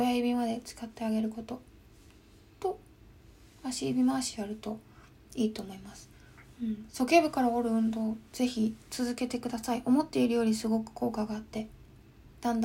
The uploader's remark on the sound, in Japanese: インスタライブの録音をそのままポッドキャストにしています